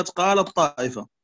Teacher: هذا إدغام متجانسين صغير كامل لأن التاء تدغم في الطاء وبينهم تجانس. طبعا كذلك بالنسبة للمتجانسين كامل لأن التاء تدوب في الطاء.